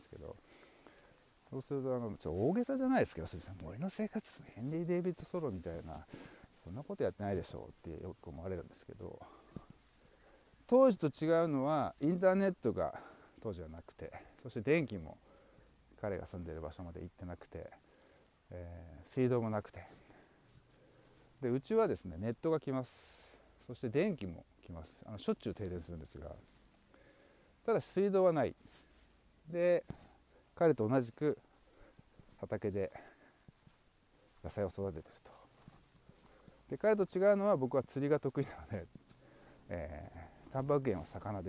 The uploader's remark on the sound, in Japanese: 大地の音と湖畔ウォーク。原生林に囲まれた湖畔を歩きながらのドキュメンタリーモノローグ。